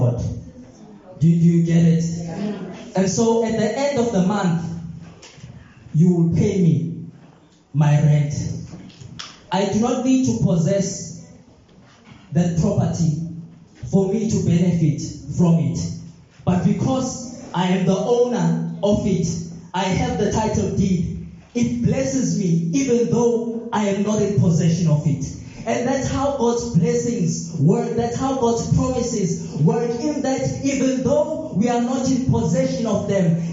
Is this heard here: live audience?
yes